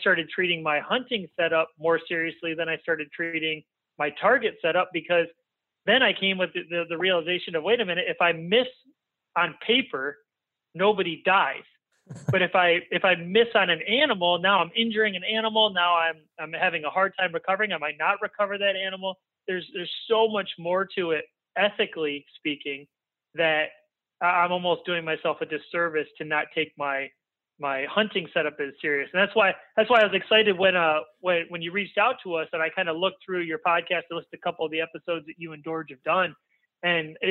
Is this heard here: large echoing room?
no